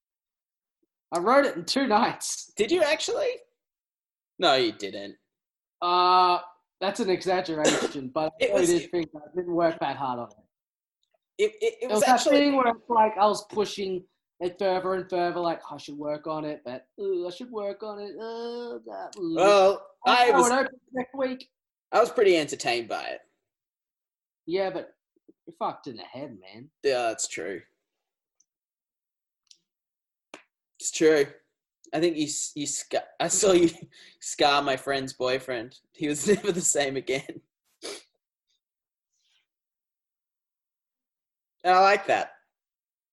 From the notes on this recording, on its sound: Conduct a podcast Episode over Zoom.